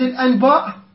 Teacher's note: نون ساكنه جا وراها باء قلبها ميم · Term: القلب